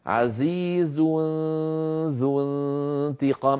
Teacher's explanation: أنتقل من مخرج الزاي في كلمة عزيز إلى مخرج الذال في كلمة ذو، ويبقى من التنوين غنته